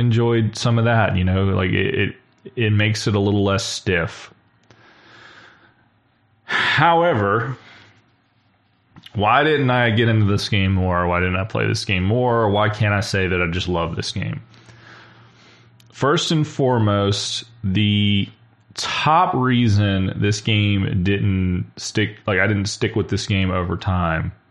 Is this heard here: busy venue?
no